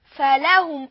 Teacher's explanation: ما ننشطش على الهاء، لأن هذا من النبر، والنبر هو علم مثل الوقف والابتداء، لا نقول فلهم، فلهم خطأ إنما نقول فلاهم النشاط علام فلاهم.